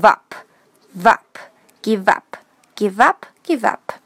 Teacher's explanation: 注意要 give 的那个 e 是不发音的。它本来就是不发音，所以这里直接跟 v 连读成 vup